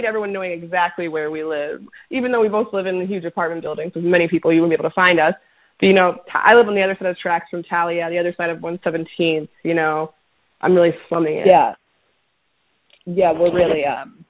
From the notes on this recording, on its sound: We recorded over the phone!